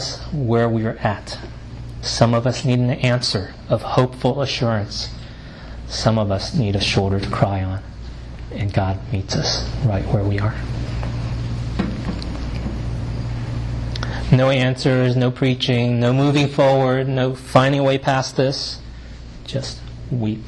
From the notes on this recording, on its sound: delivered at Great Commission Community Church in Arlington, Virginia